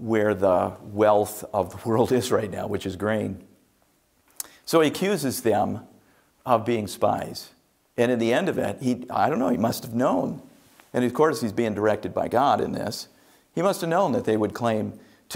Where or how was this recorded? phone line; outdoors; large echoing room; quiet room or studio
large echoing room